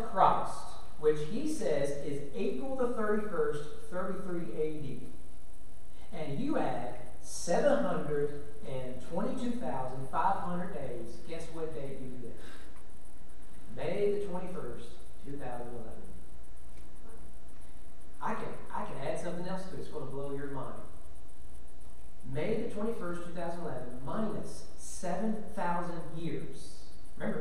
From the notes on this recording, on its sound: Sermon preached at East Frankfort Baptist Church on June 17, 2021 during evening worship.